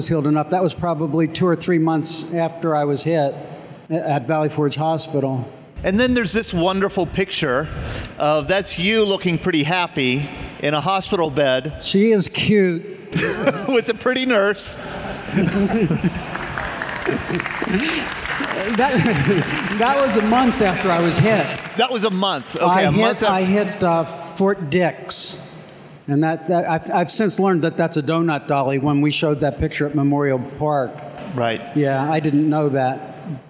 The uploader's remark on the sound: recorded live September 9, 2016 at the Air Force Reserve 911th Airlift Wing in Moon Township, Pennsylvania.